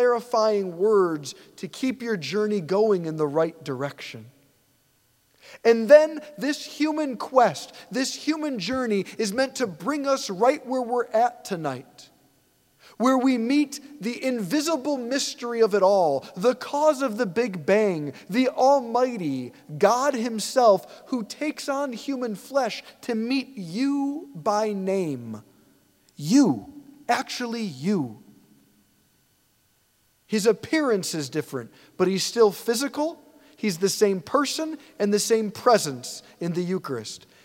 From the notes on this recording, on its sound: preached this homily on January 7, 2024 at St Basil the Great Catholic Church in Brecksville, OH.